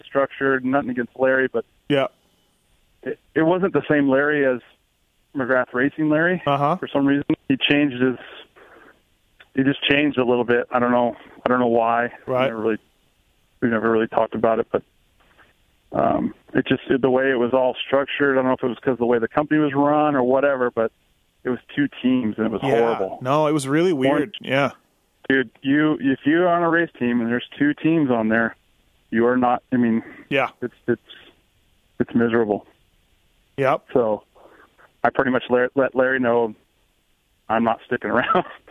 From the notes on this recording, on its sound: I call up Monster Kawasaki's truck driver